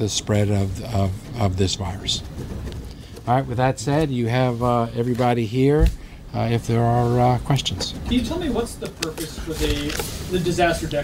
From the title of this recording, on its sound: full press conference